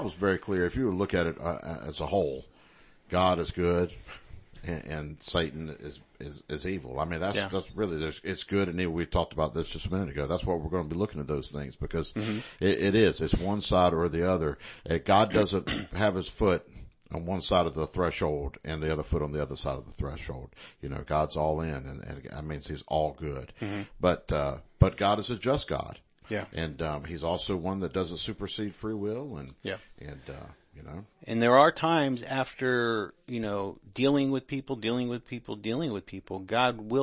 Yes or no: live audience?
no